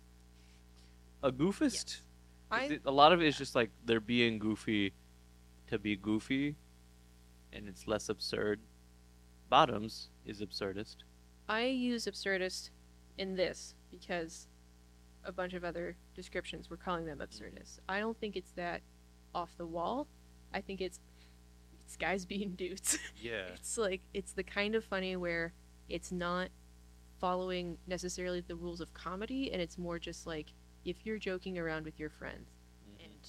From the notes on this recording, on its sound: We know the audio is rough!